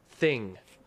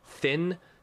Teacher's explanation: You're using the back of your tongue instead of the front.